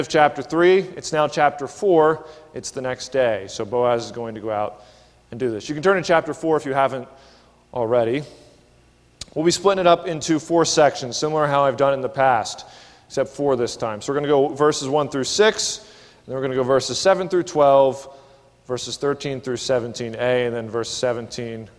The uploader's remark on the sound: This is a sermon recorded at the Lebanon Bib;e Fellowship Church in Lebanon, PA during the evening service on 8/18/19.